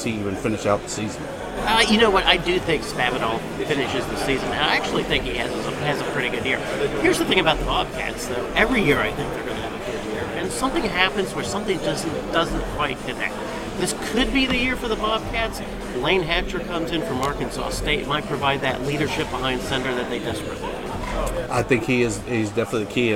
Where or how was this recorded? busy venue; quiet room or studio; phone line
busy venue